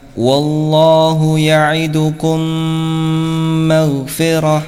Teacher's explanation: dengan menempelkan dan dengan dengung, ya, ditekan namun tidak terlalu keras · Term: idgham mimi